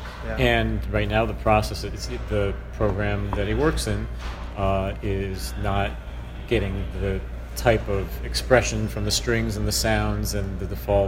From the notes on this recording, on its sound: Apologies for the background noise — NAMM is not a quiet place!